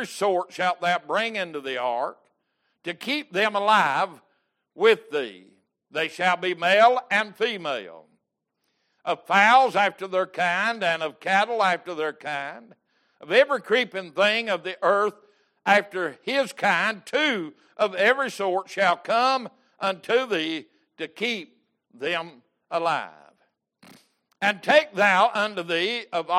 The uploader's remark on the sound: Wednesday Evening Service